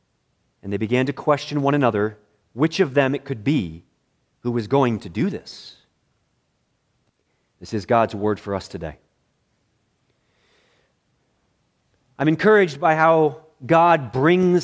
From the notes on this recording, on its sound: Preached in the morning worship service at Bethany Baptist Church.